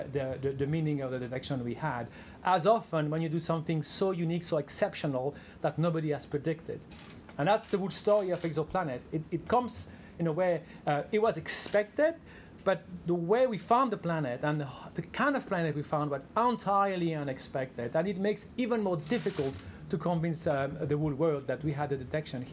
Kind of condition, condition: setting, busy venue